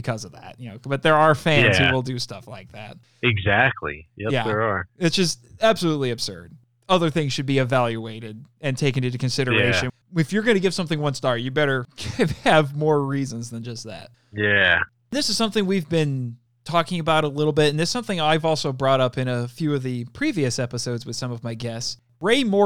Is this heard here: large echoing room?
no